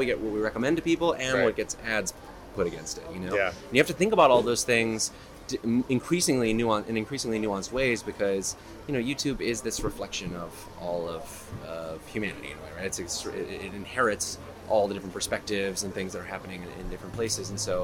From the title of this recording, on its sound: LIVE from Cannes Lions